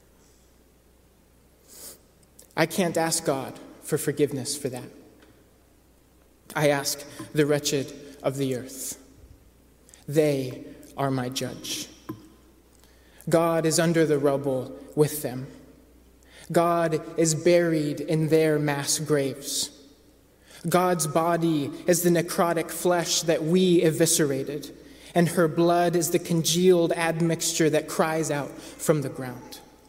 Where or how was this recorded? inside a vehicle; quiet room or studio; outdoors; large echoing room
large echoing room